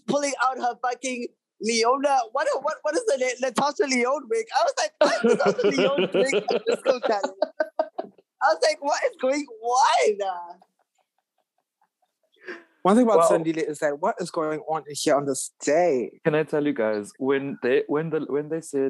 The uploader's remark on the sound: Join the zoom call one last time.